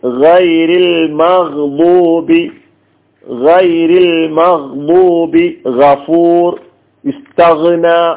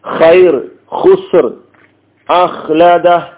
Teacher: അപ്പൊ തൊണ്ടയുടെ ഏറ്റവും മുകൾ ഭാഗത്ത് നിന്നാണ് ഗൈനും ഖാവും ഉച്ചരിക്കുന്നത്